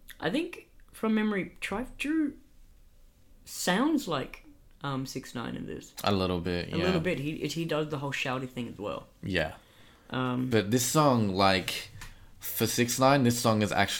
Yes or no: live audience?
no